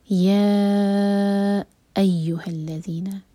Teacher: یا ایہا الذین، یا الگ ورڈ ہے اور پھر ایہا الگ ورڈ ہے، تو ہم زبر زور دے کر پڑھا جائے گا اور یا کو ہم چار حرکہ کھینچیں گے، یہ ہے مد منفصل کیونکہ یا الگ ورڈ ہے